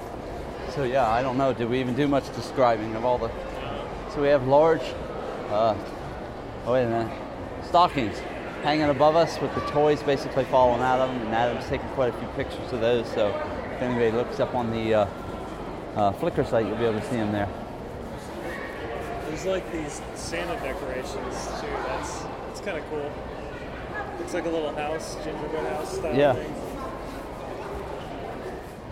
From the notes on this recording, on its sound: This week we spent some time recording live audio at Easton Town Center on the east side of Columbus, Ohio. Listen to many live segments as we discuss movies at the AMC, Christmas atmosphere, food, and fun.